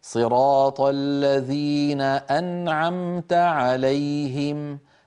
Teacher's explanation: النون من طرف اللسان، العين من وسط الحلق